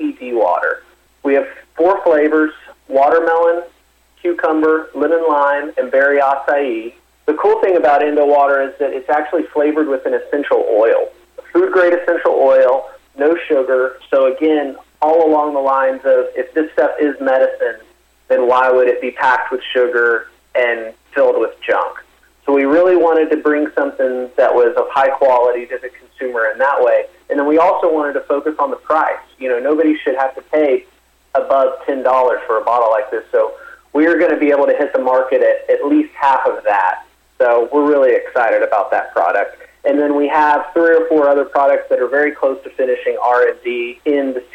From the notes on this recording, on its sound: called in to SmallCapVoice.